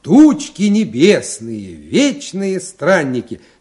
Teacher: Тут первый слог ударный, потом два безударных.